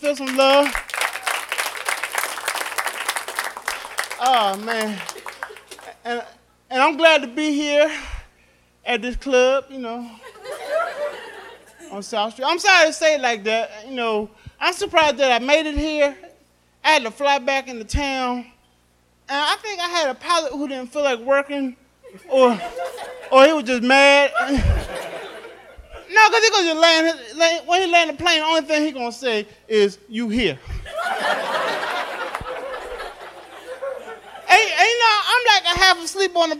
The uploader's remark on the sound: Live at The Laff House